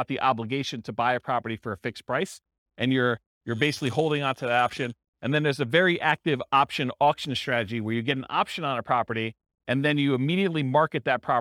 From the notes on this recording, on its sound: This was a live class recorded